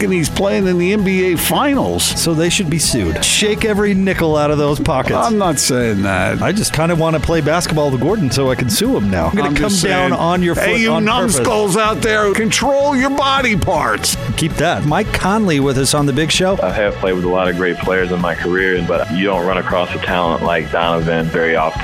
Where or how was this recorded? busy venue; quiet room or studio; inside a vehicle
busy venue